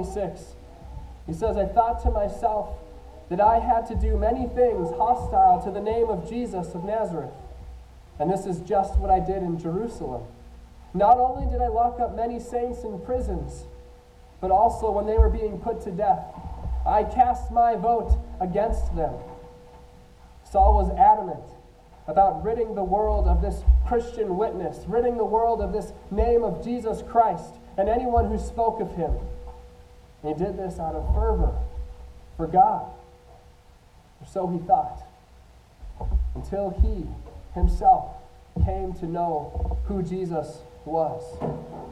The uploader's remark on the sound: I apologize for the sound quality, we are working through some technical difficulties but will hopefully get it fixed next week.